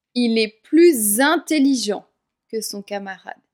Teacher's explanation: Parfois, le S de plus ne va pas se prononcer comme un S, mais comme un Z. Le S dans plus se prononce comme un Z quand il y a un mot qui commence par une voyelle juste après. · Term: la liaison